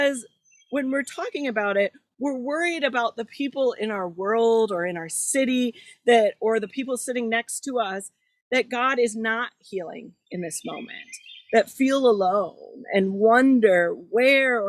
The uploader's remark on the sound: This is the recording from June 27th at Garfield Community Farm where we worship each Sunday during the summer of 2021.